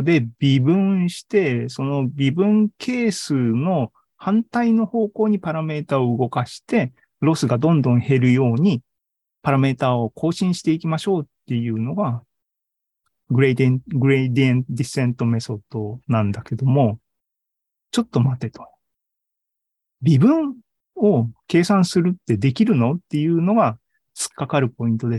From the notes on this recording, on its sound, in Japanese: ２０２２年１１月３０日に開催した ZOOMライブの模様です